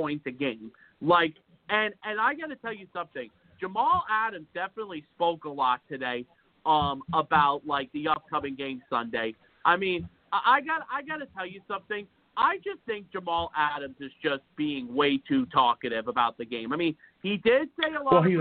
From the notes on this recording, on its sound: Tonight live at 7pm eastern. I will also take live callers!